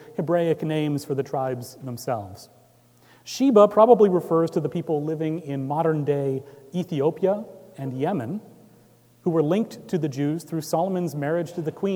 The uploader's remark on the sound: Recorded Jan 7, 2018 at Trinity Presbyterian Church in Bixby, Okla.